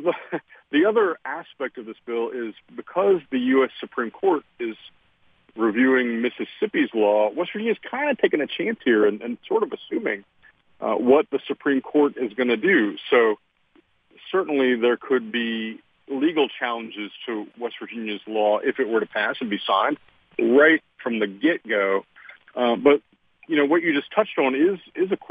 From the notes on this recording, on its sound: joined on the phone